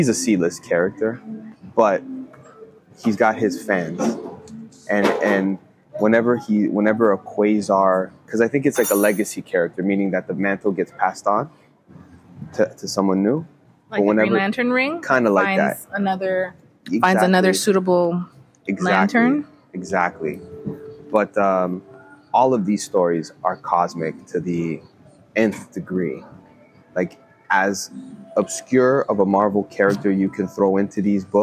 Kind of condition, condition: setting, outdoors